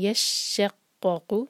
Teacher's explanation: وَإِنَّ مِنْهَا، اگین نون پر سکون اظہار، منہا لما، لا پر زور، لما یشققو، شین اور قاف دونوں پر شدہ ہے تو دونوں پر زور دینا